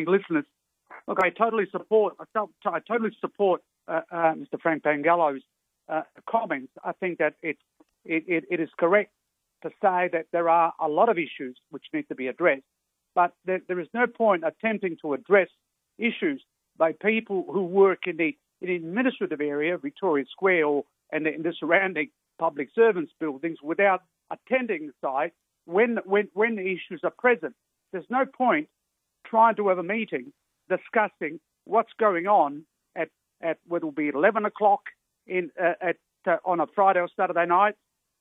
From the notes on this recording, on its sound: called in to respond